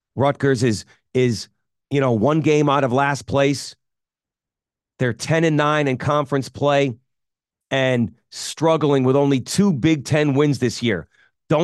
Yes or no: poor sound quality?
no